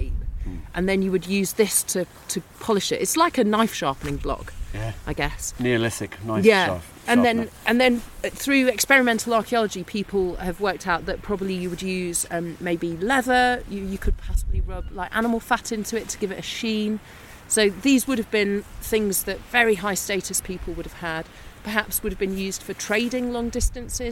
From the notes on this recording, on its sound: On a circular walk from the stone circle at Avebury onto mysterious Fyfield Down before walking along the Ridgeway to magnificent West Kennet Long barrow.